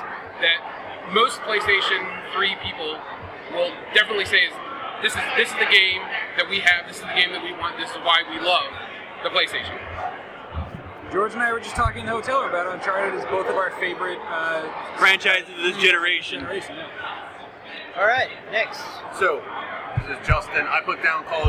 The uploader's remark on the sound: PAX East 2013. There is still come background noise as we directly interacted in the heart of PAX tabletop gaming the night we record.